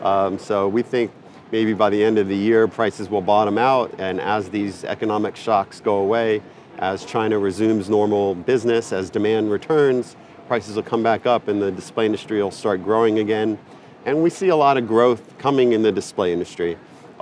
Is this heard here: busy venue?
yes